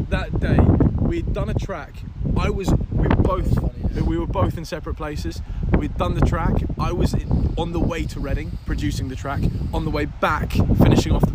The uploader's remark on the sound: a very special, windy podcast from Ashtonbury Festival in Kent